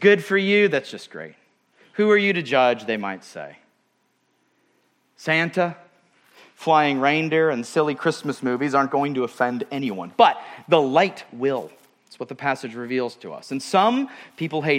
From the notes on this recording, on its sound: at Murrieta Valley Church in Murrieta, California.